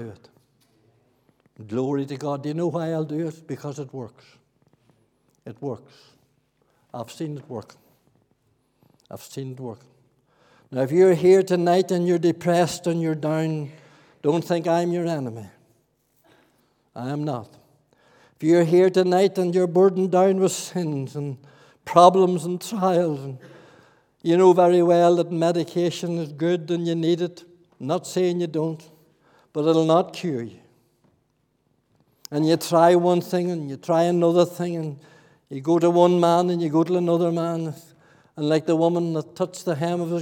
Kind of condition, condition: setting, large echoing room